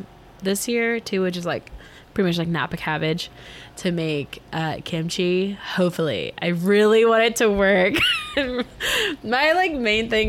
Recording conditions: background noise